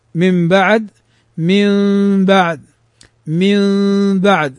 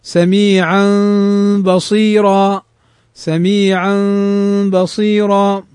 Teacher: من غير أن نضم الشفتين، فهي ميم مخفاة · Term: الإقلاب